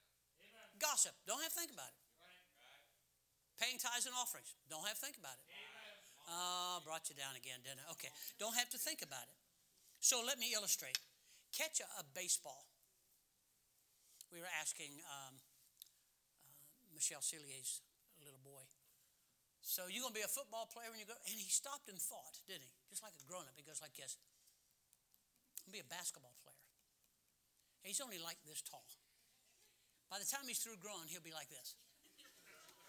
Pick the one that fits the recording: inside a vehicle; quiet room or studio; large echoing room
large echoing room